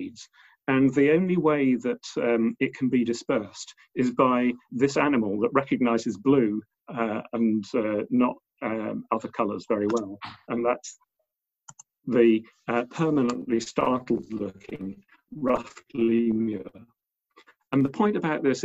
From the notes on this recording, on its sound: Recorded at the 5x15 zoom online event on 20th April, 2020.